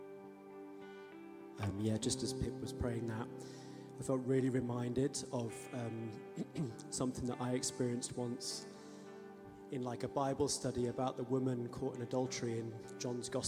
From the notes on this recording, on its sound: Streamed live at St Paul's Shadwell